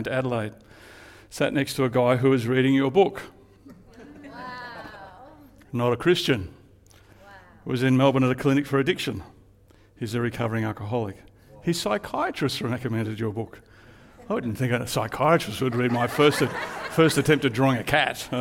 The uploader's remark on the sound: Live at Echo Church Melbourne Sunday February 11